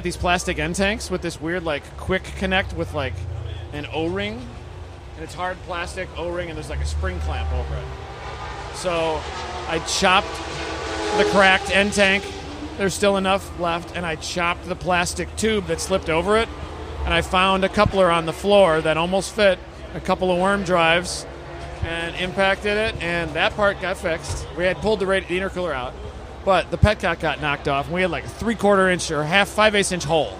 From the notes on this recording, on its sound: Late Saturday night at COTA, the #GRIDLIFE Staff hung out at the "Rally Ranch".